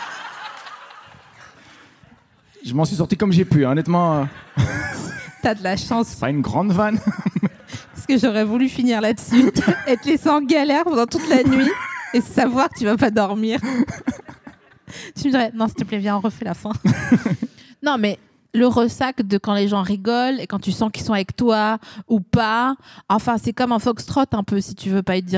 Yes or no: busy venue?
yes